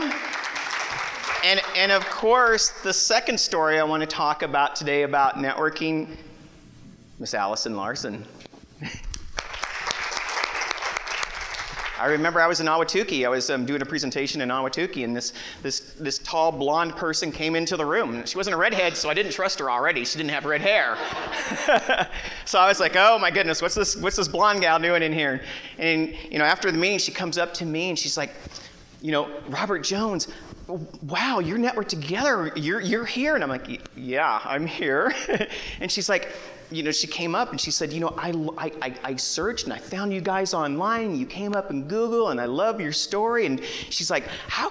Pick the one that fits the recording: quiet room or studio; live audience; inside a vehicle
live audience